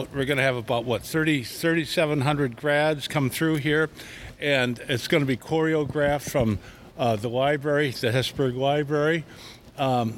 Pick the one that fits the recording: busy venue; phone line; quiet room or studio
busy venue